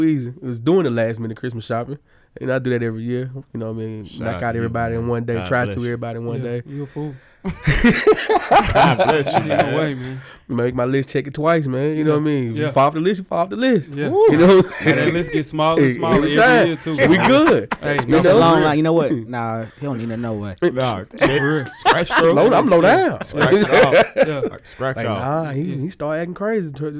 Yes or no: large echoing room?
no